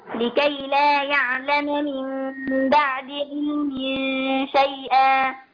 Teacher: الغنة مقدار حركتين طولي زمن الغنة شوي